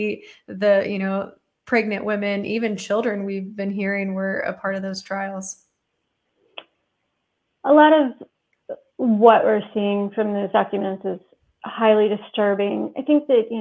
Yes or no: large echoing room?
no